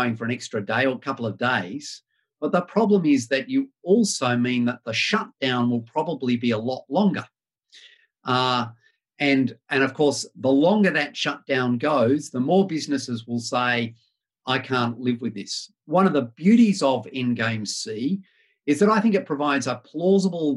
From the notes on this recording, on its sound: Webinar recording.